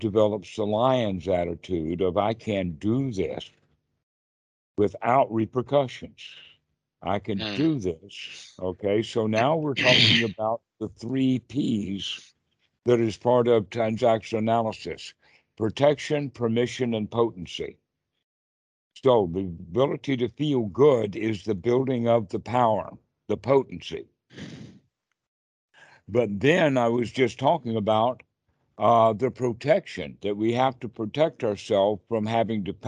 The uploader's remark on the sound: skype calls on this channel